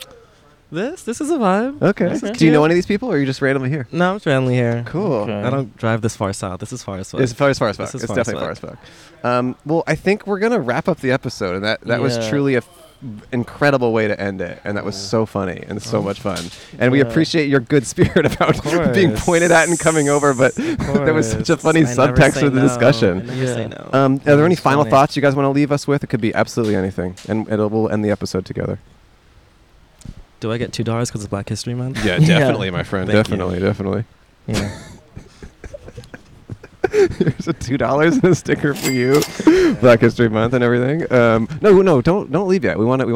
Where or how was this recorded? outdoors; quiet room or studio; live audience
outdoors